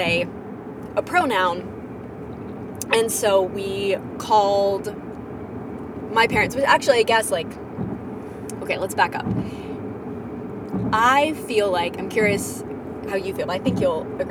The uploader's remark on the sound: Roadtrip chat. We get lost, have to change audio sources halfway through.